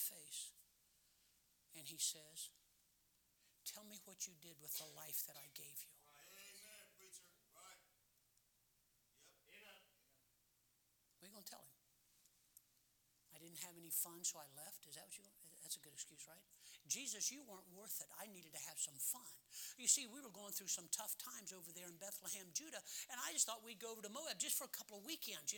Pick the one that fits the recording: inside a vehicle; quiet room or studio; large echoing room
large echoing room